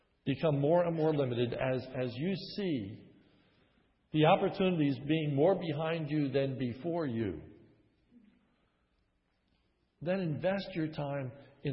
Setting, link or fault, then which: setting, large echoing room